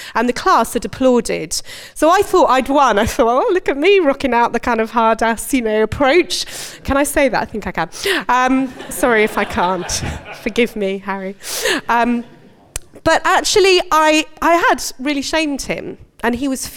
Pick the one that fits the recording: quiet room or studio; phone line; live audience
live audience